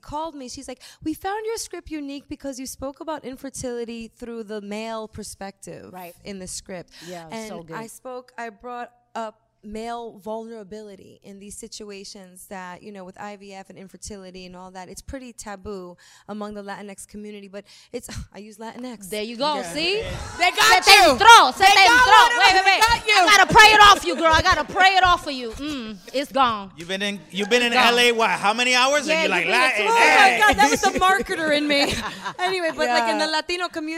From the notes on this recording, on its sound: for our first ever LOL in LA live episode